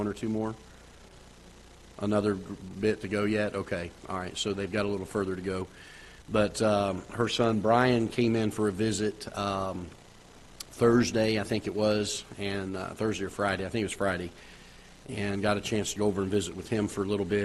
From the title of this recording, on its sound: Ketha Heights Baptist Church ~ Live Broadcast